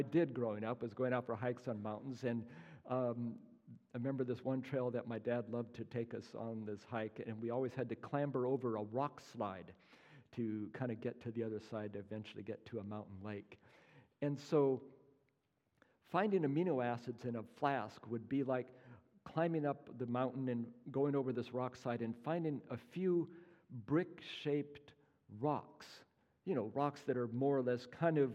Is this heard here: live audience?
yes